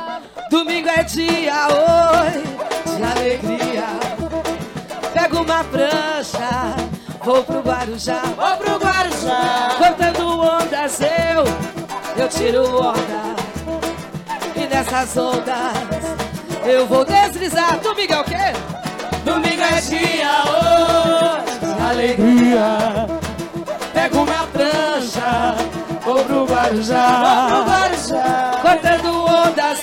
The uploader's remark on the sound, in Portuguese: Foi gravado ao vivo pela Rádio Mixtura dentro da Tenda dos Povos, evento que interagiu juntamente com o Festival Percurso.